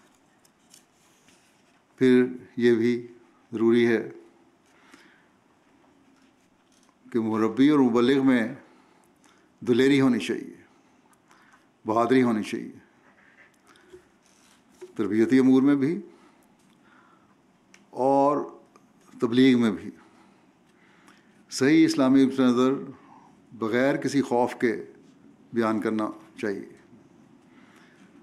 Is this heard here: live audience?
yes